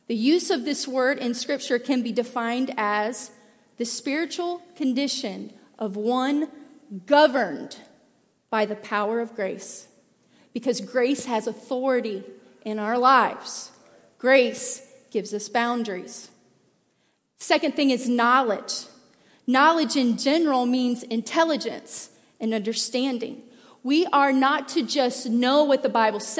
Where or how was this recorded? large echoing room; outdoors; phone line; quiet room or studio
large echoing room